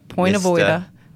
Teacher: the R on the end of order, you're not pronouncing, right? Because that's actually a vowel.